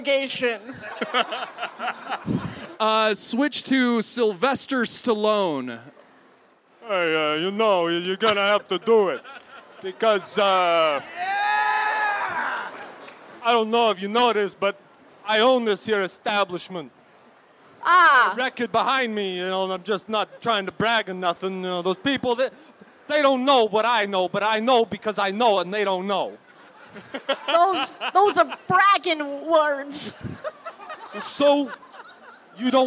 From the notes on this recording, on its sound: On the Street at FanX. The Troupe performed for an hour.